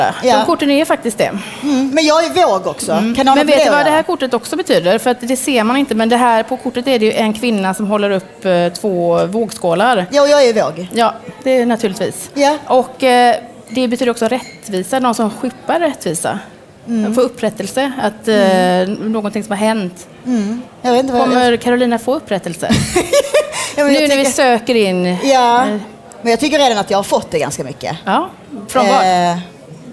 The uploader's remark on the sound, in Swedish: Live från DokuPodd 2017 på Fotografiska